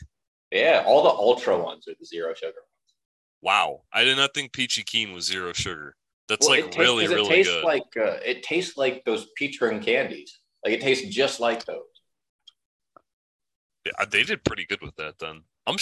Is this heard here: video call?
yes